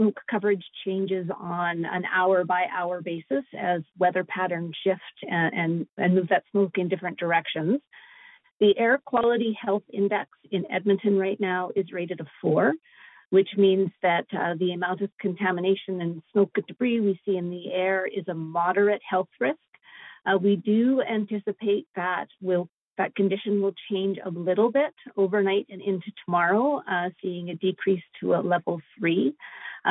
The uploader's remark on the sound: Albertans evacuated due to the wildfires are invited to join a nightly telephone town hall for situation updates and answers to questions.